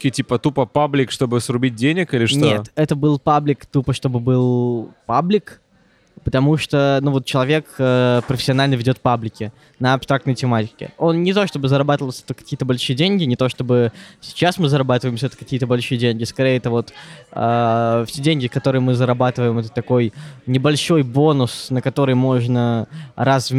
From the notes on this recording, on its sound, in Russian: В этом подкасте, который мы записали прямо в кафе. Подкаст был записан еще в начале лета.